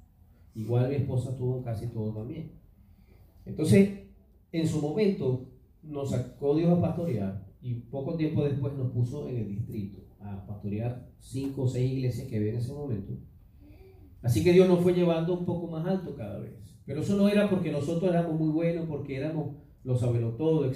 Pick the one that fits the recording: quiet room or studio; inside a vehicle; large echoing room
large echoing room